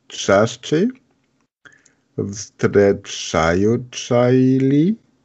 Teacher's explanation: Dieses встречаешься ли, das verbindet man so ein bisschen mit dem Wort davor. Also wenn dein ли kommt, dann mit dem Wort davor und eine Pause und dann в und dann kann man weiterreden.